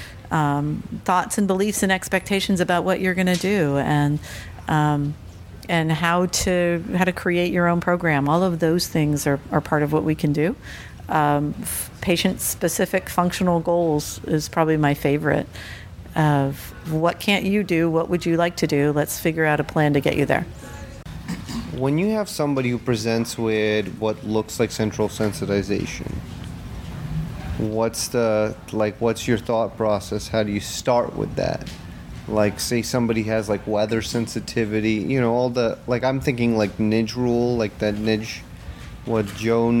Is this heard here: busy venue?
yes